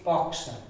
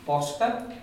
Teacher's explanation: The open O, short, and the closed O, short.